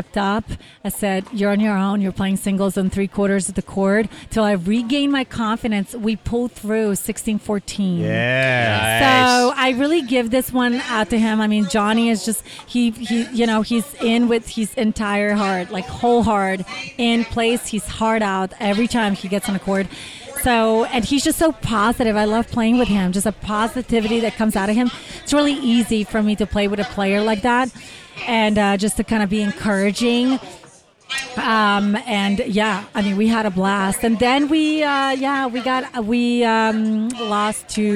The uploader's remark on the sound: Live from the 2019 Beer City Open. In Grand Rapids, MI.